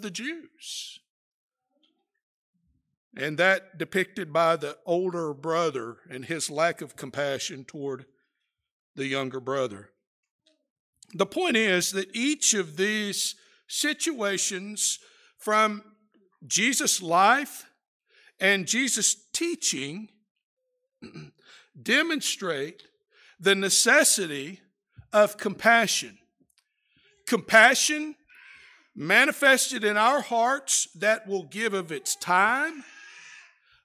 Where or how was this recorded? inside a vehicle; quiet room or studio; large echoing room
large echoing room